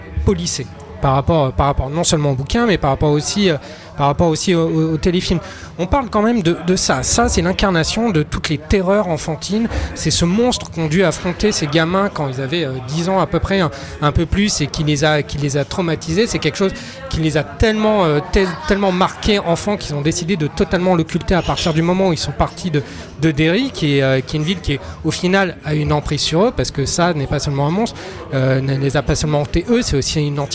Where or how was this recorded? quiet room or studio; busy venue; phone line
busy venue